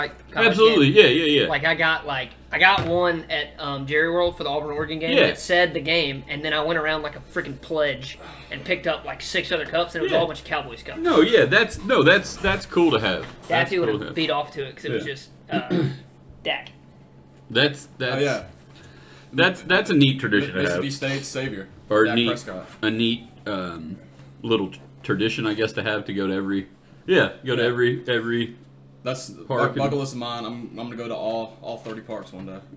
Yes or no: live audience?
no